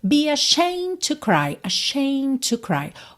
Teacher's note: Olha que interessante, a palavra ashamed, o E não é pronunciado, então você teria só esse Dzinho, né? Ashamed, só um Dzinho leve depois do M. Mas o M, eu já fechei ali, né, os lábios, ashamed to. · quando eu iria fazer o D, eu já parto para o T de to, porque T e D são feitos no mesmo lugar, certo? E a gente já sabe que geralmente TT, DD, TD e DT a gente junta num som só, ok?